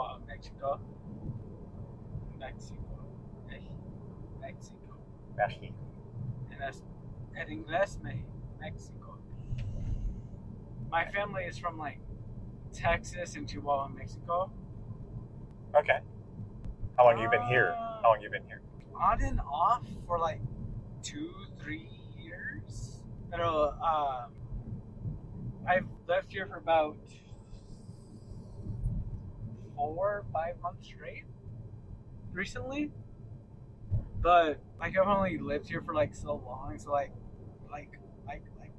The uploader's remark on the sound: the candid audio of an actual taxi ride